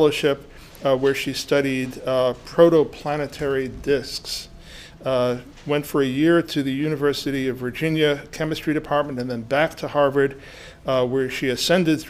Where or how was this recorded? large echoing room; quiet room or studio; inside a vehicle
large echoing room